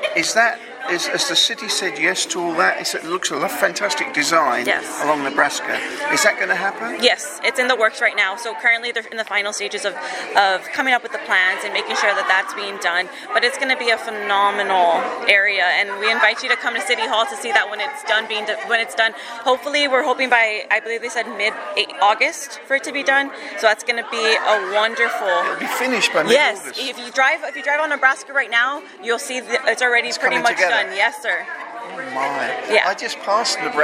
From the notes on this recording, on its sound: At the RGVP event, the Rio Grande Guardian International News Service was able to secure an exclusive audio interview. At the RGVP event, the Rio Grande Guardian International News Service was able to secure an exclusive audio interview.